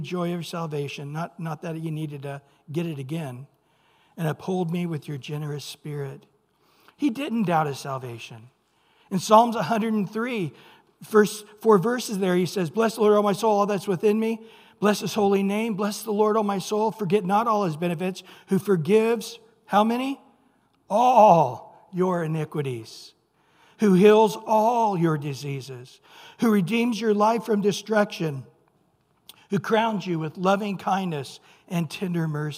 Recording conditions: large echoing room